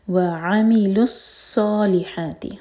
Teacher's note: صاد heavy اور دو حرکہ لمبا اور شدہ ہے تو اسٹرانگ پڑھا جائے گا